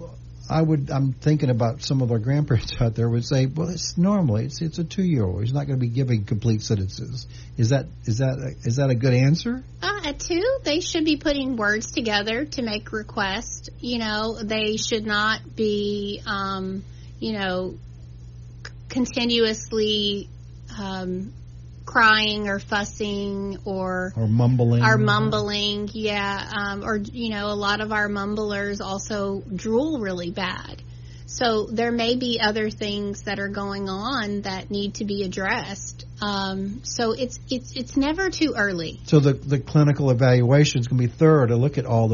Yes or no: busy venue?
no